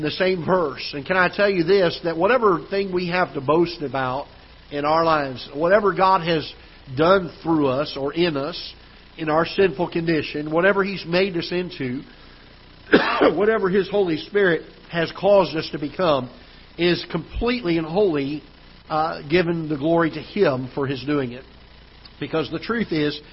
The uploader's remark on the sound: Ketha Heights Baptist Church ~ Live Broadcast